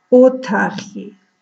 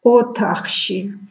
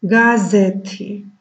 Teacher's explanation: Звук «т» в обоих словах произносится с придыханием.